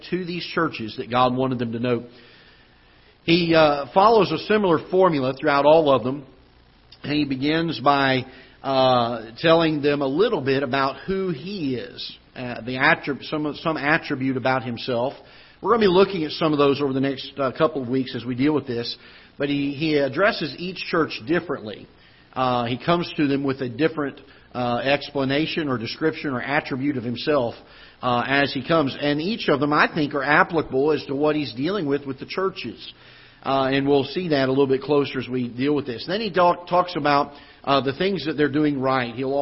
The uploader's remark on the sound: Ketha Heights Baptist Church ~ Live Broadcast